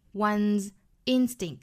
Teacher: 这个 one 后面加上了 s 要读成 z